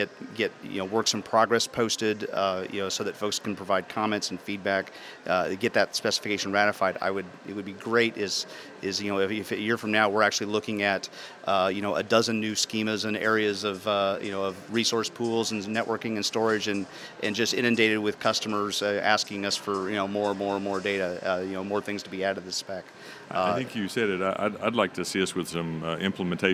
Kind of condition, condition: setting, busy venue